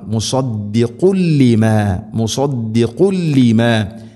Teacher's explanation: മുസദ്ദിഖുൻ, മുസദ്ദിഖുൻ, മുസദ്ദിഖുൻ ലിമാ, ഖുൻ ലിമാ, തൻവീനു ശേഷം ലാം, ഇത് ഗംബിലാഖുന്ന, തൻവീനിനെ ലാമിലേക്ക് കൂട്ടിലയിപ്പിച്ച് മണിക്കാതെ ഉച്ചരിക്കണം